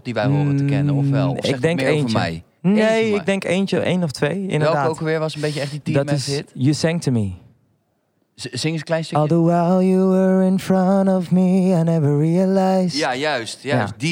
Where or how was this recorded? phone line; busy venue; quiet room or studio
busy venue